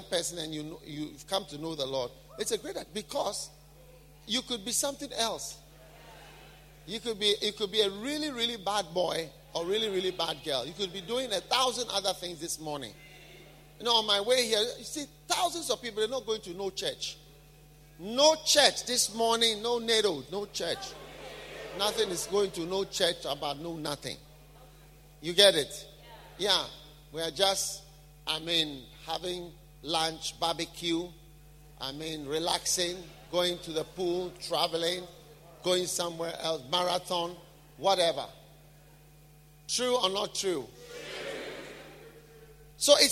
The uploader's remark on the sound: Preached at a BENMP service in London, UK